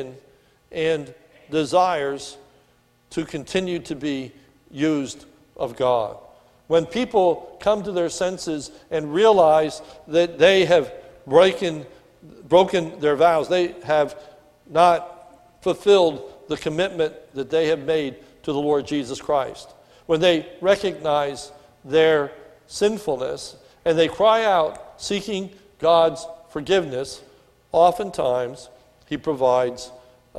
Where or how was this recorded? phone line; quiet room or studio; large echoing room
large echoing room